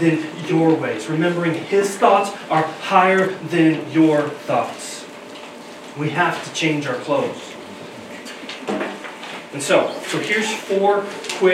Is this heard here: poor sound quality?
yes